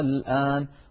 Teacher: دخلت عليها همزة الاستفهام فأبدلت همزة الوسط ألفا فصار النطق الآن. والسطر الثاني كما ذكرت نسهل الهمزة، هذه الحالة الثانية التي القارئ مخير فيها أن يقول الآن الآن.